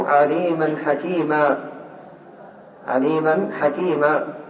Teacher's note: انظر تقف بالألف تبدل التنوين ألفا وتقف على الألف